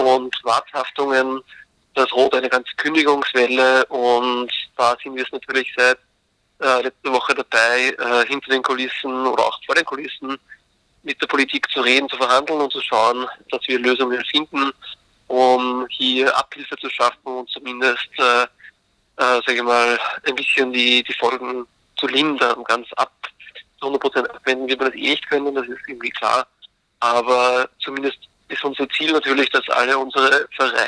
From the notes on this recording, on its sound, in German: Im Telefoninterview.